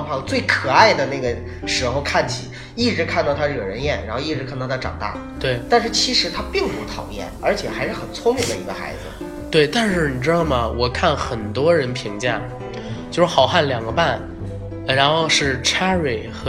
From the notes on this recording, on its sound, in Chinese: 录制中主播因病出现多次咳嗽等杂音